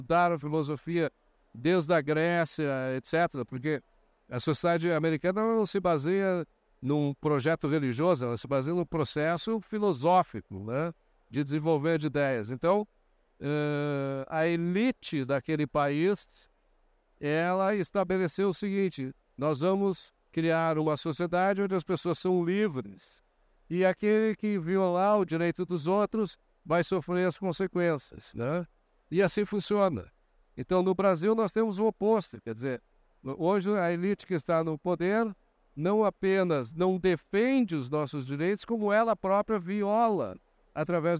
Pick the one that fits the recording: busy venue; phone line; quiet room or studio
busy venue